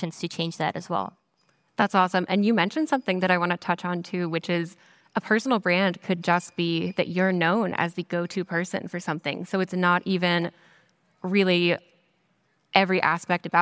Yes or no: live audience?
yes